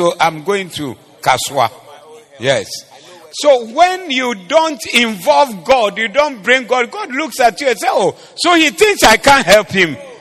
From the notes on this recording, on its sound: Preached at the Zeloo Service